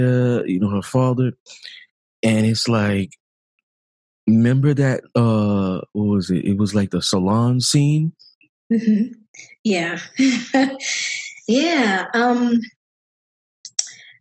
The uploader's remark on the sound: Zoom virtual book discussion.